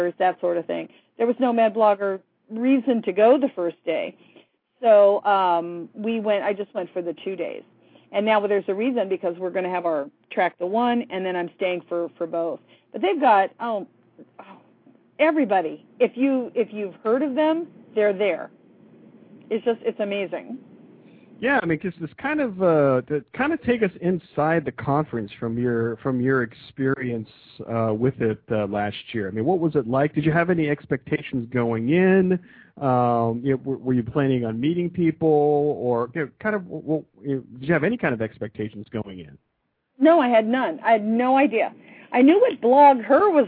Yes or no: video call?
no